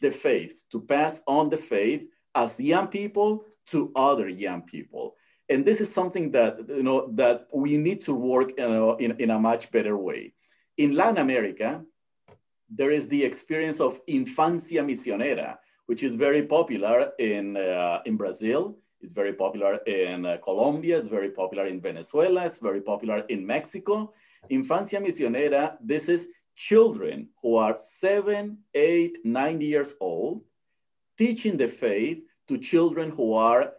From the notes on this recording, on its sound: Originally presented as a live webinar lecture. This event is part of a webinar series on Hispanic Theology.